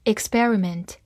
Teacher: p 放在 s 这个音后面浊化成 b